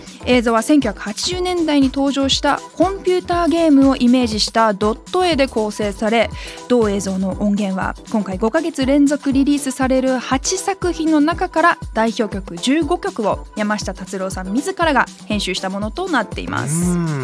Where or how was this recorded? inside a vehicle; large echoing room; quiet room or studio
quiet room or studio